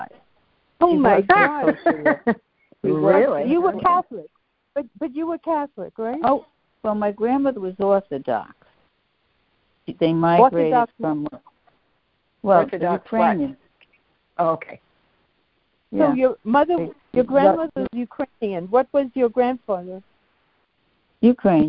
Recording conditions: phone line